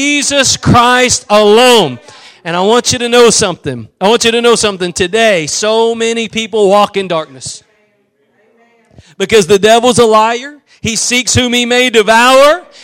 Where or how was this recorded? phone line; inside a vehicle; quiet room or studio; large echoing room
large echoing room